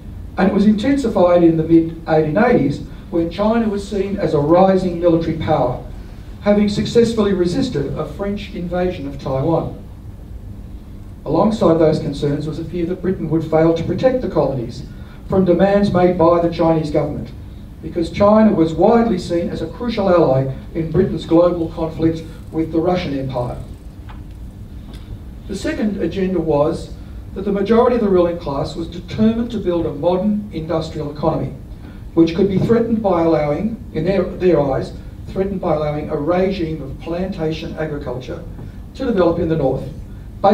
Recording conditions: live audience